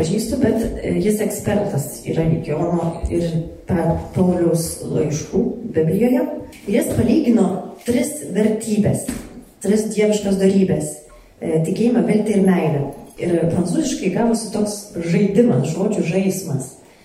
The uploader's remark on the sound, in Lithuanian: Įrašas iš šeimų festivalio.